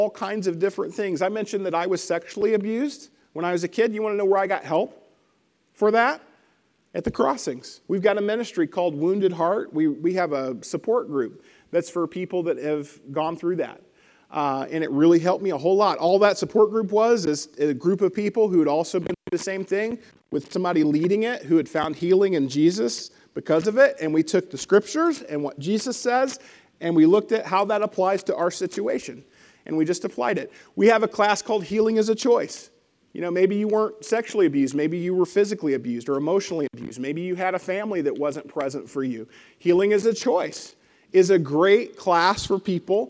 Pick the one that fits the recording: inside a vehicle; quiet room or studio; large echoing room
large echoing room